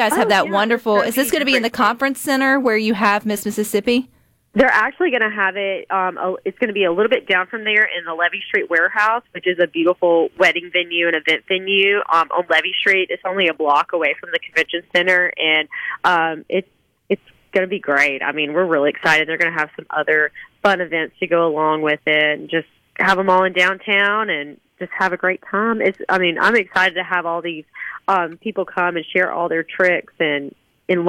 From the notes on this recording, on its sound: joins the conversation by phone